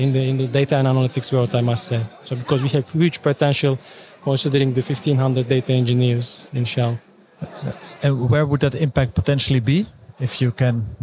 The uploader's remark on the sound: In this English-language episode, live from the Big Data Expo.